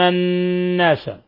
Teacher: الناس نون مشددة تغن مقدار حركتين